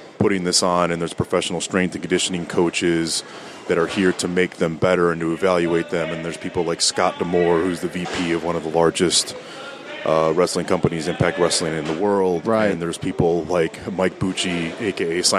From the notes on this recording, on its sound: LIVE at the OVW Combine. LIVE at the First Annual OVW Combine.